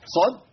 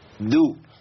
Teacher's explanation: المشدد عندي بينقسم لقسمين او بينطق على مرحلتين، مرحله ساكن صد ومرحله متحرك دو